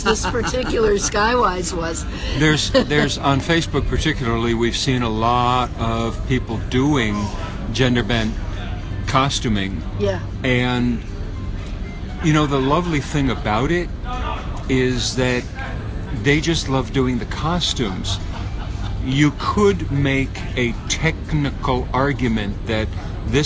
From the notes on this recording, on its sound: San Diego Comic-Con 2016. The Dark Horse Comics party at San Diego Comic-Con International.